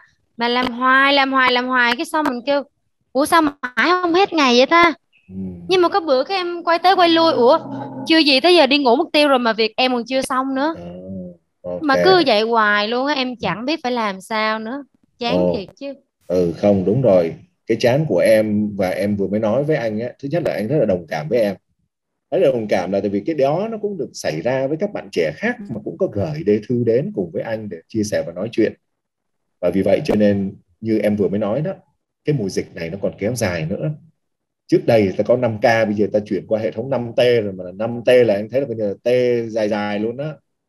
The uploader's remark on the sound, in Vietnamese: Chia sẻ trực tuyến qua Zoom